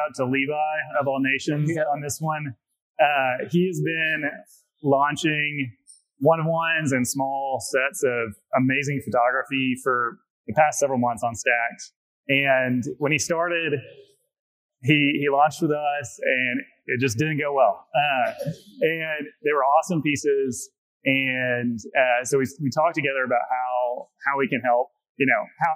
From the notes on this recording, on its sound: Bitcoin Unleashed Panel. Sorry about the janky audio from the panel - we did our best to clean it up the best we could.